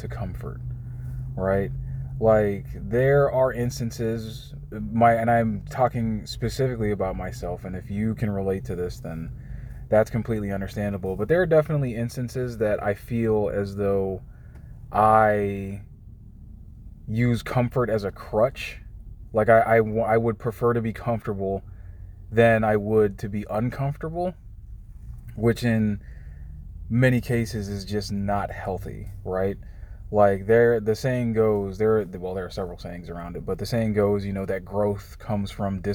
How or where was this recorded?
inside a vehicle